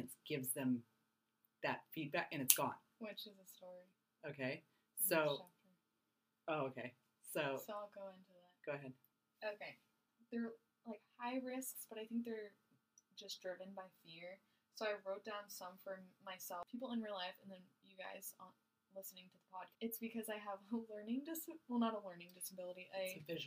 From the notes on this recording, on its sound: We apologize for the sound quality. We thought the new equipment was working.